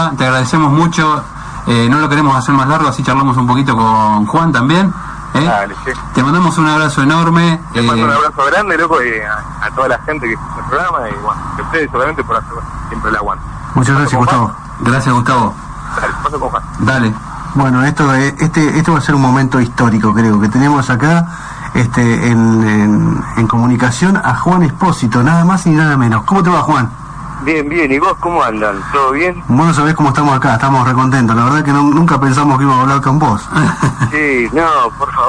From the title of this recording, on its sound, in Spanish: Nota telefónica